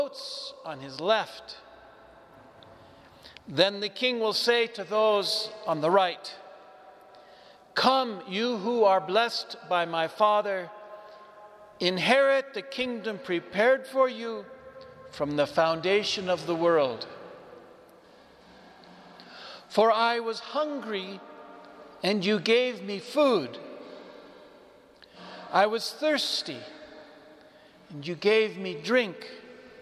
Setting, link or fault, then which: setting, large echoing room